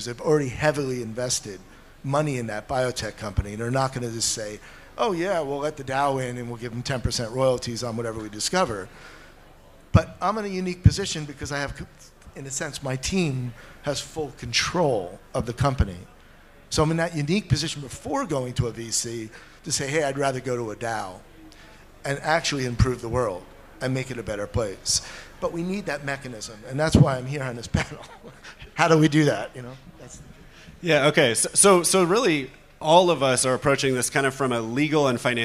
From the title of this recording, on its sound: A Panel Discussion from DAO Planet